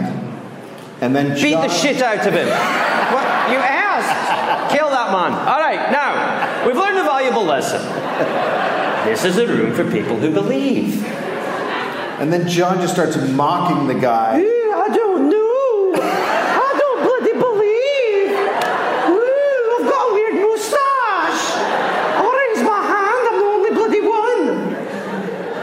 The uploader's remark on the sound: Recorded live in Chicago.